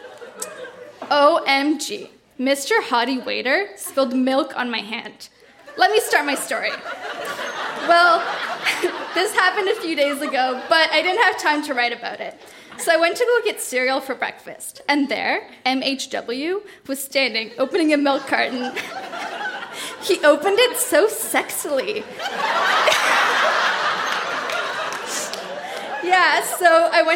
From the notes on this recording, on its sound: Recorded live at the Royal Cinema in Toronto.